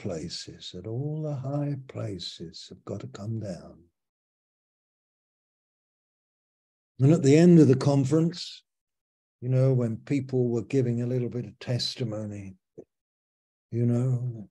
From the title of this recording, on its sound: Malaysia Meets (Zoom)